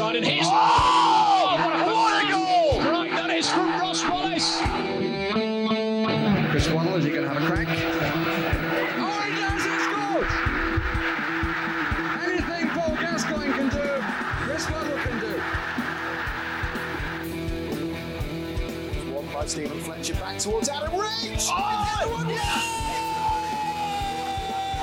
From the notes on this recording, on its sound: Coming at you LIVE from the Neepsend Social Club and Canteen and in front of live audience for the first time.